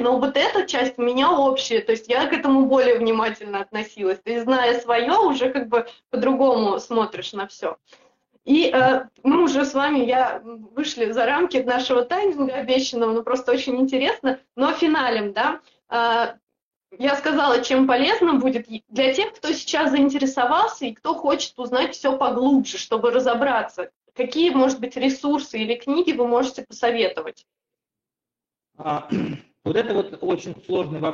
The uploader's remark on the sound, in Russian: К сожалению, не удалось избежать проблем со звуком.